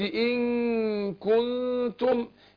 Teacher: الإخفاء مرقق عشان إيه الكاف من حروف الترقيق